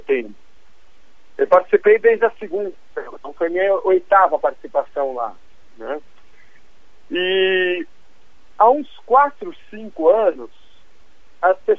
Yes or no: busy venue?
no